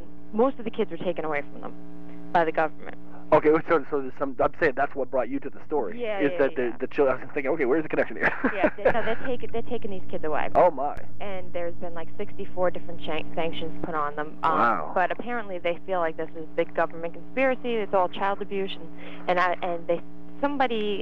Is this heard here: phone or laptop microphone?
no